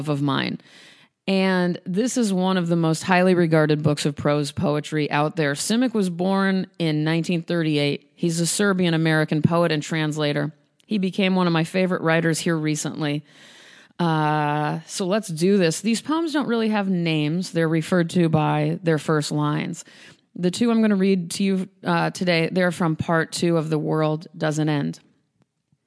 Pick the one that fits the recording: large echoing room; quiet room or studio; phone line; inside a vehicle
large echoing room